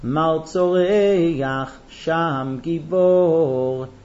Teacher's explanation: After the tzoreach, you have a slight pause. And really, the slight pause should be after the sham.